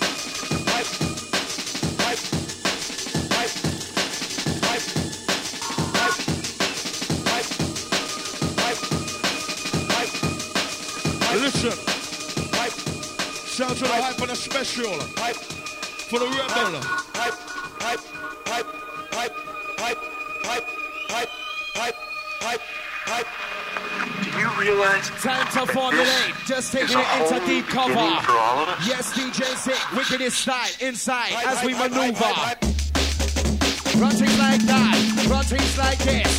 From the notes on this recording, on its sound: Recorded Live At ‘Xmas Party’. Recorded Live On The 20th February 1999.